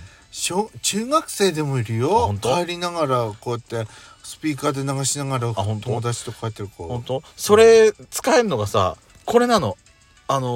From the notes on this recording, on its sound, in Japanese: パーキング収録。